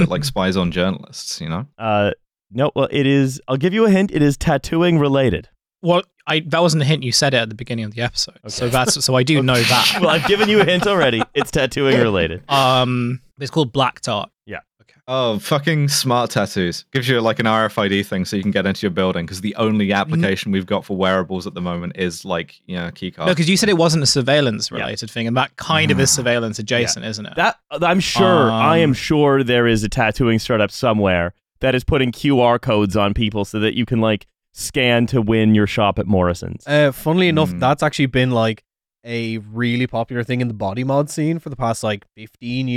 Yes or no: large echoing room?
no